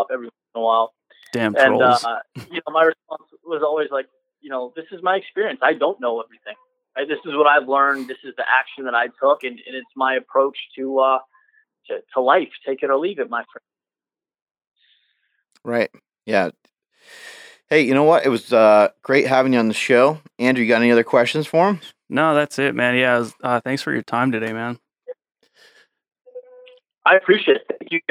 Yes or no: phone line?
yes